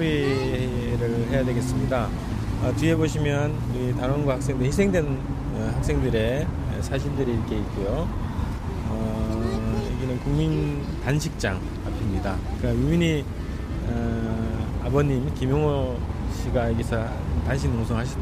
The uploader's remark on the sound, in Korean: 광화문 농성장에서 듣다